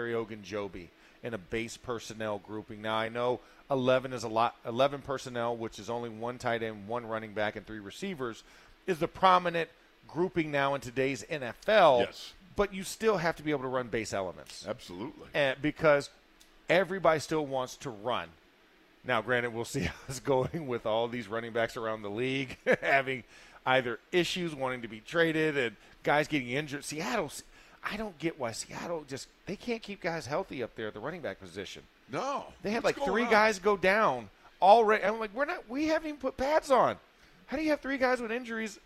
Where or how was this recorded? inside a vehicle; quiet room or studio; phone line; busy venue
busy venue